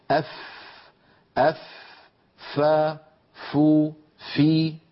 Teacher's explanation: تخرج من أطراف الأسنان العليا، الثنايا العليا، عندما تتوضع على باطن الشفة السفلى. أف أف ف ف ف، هذا هو مخرج حرف الفاء.